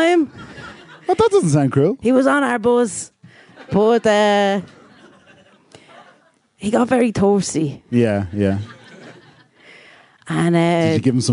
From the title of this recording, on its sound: Live at The Tightrope